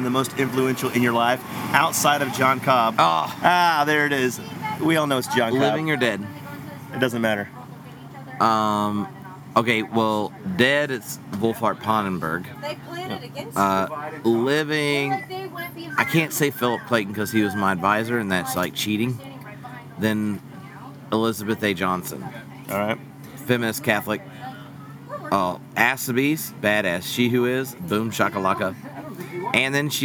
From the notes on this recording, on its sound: We recorded mini LIVE interviews from the Wild Goose Festival at our BT tent and along the Main "Street." The audio quality is not stellar on this episode due to the background noise/ conversations.